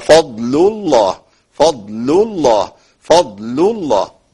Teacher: عندي لام اسم الجلاله مغلظه هنا لان قبلها ايه؟ قبلها ضم، فاللامين الاثنين هيفخموا، واللام بتاعت كلمه فضل قبلها ضاد، وضاد قويه.